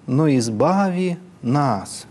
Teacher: Во-первых, там нет движения тона. И, во-вторых, все это на ноту ниже.